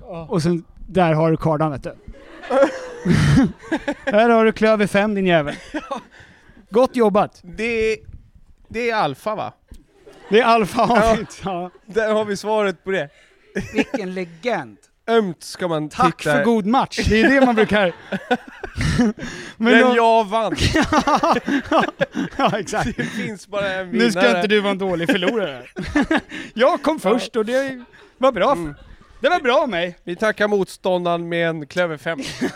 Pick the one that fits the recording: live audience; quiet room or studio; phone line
live audience